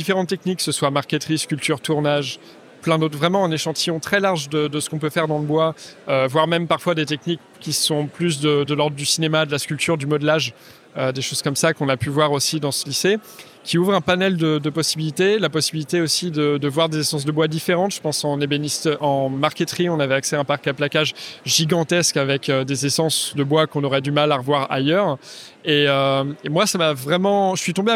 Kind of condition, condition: setting, busy venue